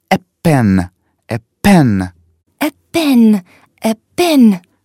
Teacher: нужно произносить звук «п», как будто хочешь сдуть сухой листик